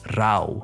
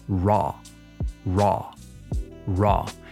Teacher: It's a weird sound because it's kind of in between the A and the O. · Shown in: second take · No es una A española, pero tampoco es una O.